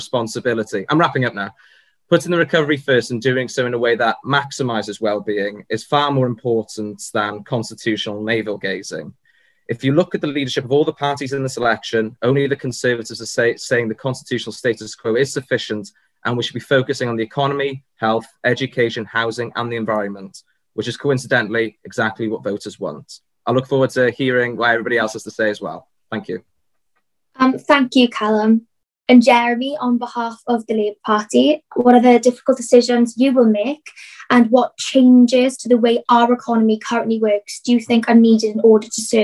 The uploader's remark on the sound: A recording of the online hustings event hosted by the Wellbeing Economy Alliance for Wales.